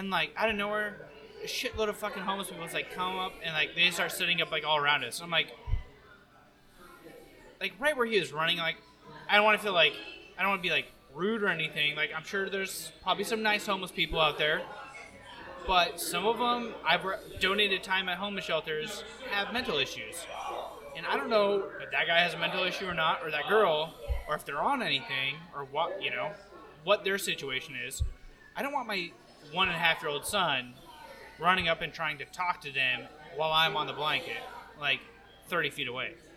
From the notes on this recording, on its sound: This week we are live again from another local tap house.